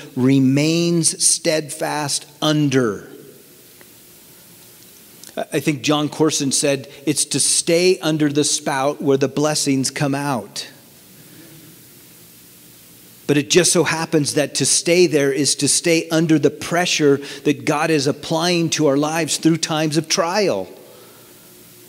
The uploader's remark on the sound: From the 2019 Southwest Men's Conference, Stand Firm.